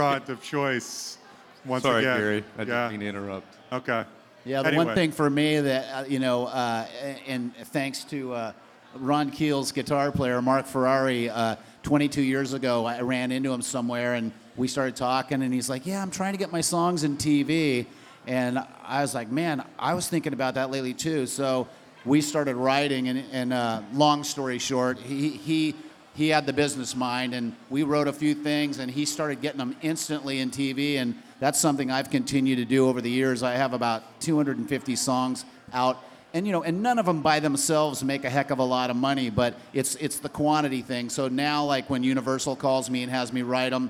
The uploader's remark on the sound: The Songwriting and Collaboration Panel from the Nashville Rock n Pod Expo 2. The introductions weren't recorded.